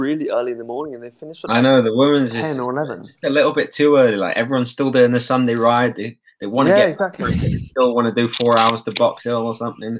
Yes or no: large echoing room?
no